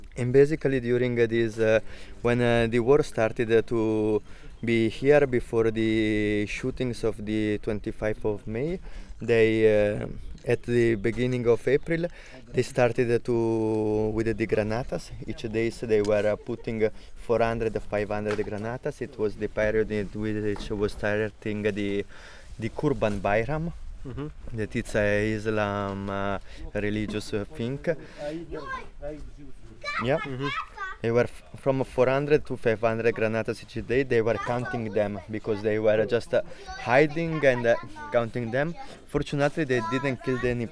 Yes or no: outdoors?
yes